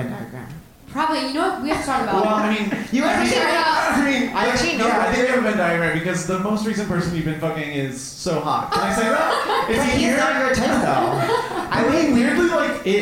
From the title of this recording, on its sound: Live From The Bell House